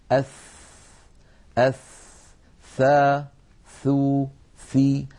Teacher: هذه الثاء لو لاحظتم يتدفق معها هواء، فهي حرف مهموس لأنها من حروف سكت فحثه شخص، وهي حرف رخو يعني يجري معه الصوت، أث قابلة للمط.